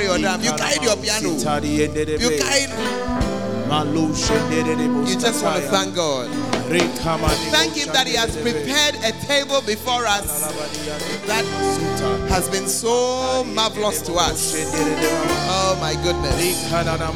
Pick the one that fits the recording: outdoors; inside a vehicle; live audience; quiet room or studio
live audience